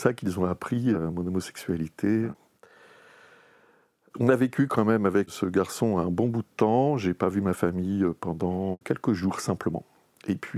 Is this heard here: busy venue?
no